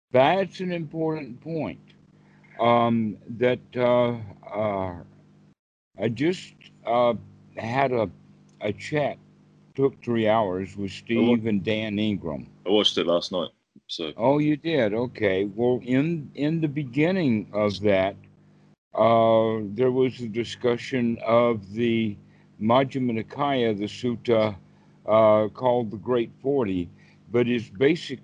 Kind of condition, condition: link, video call